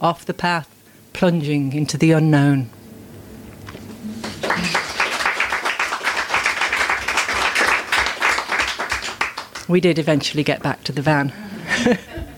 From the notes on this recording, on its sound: Recorded live on Poetry Day Ireland April 27th 2023 at the Snug, Mountshannon.